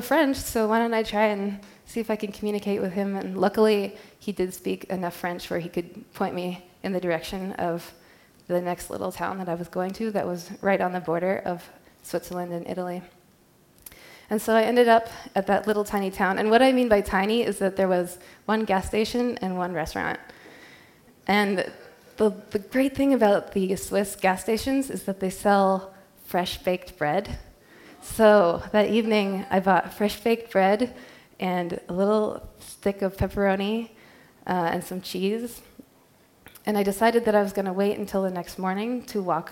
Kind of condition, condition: setting, live audience